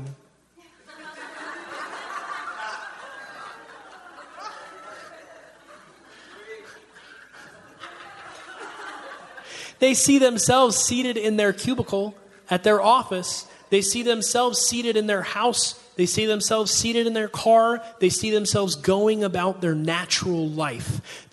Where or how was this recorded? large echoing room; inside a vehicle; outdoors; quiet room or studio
large echoing room